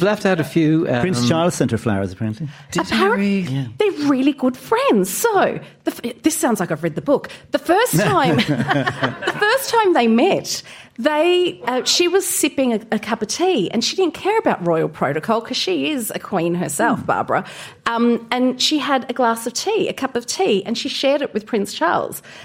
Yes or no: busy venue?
yes